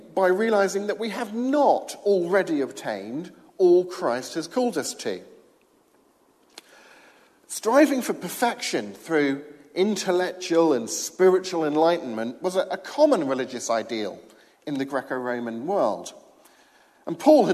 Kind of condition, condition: setting, large echoing room